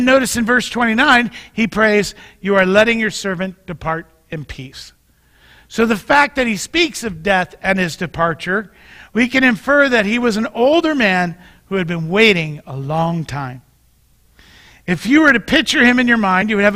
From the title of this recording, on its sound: Mt. Zion Church Live!